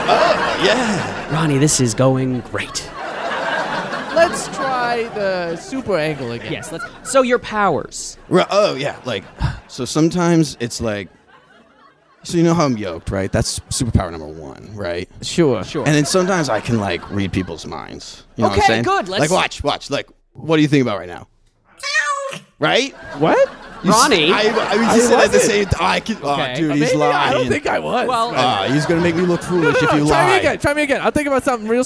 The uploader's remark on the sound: Recorded at Improv Asylum in Boston Massachusetts.